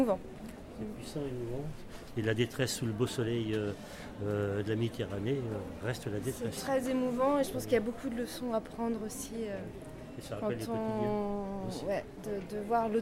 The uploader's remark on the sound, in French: Micro-trottoir